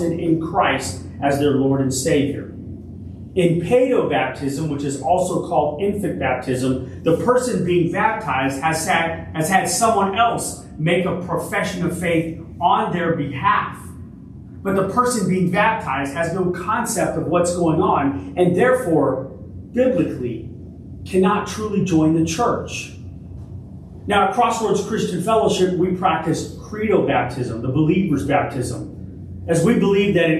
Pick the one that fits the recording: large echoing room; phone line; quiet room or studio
large echoing room